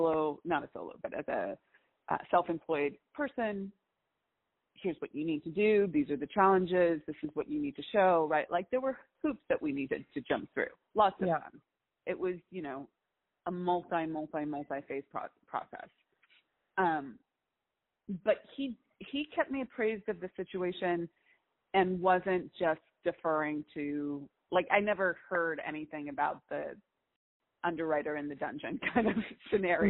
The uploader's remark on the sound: We take you behind the scenes and allow you to listen in to the coaching I do with clients. All of these coaching calls have been recorded with permission from my clients.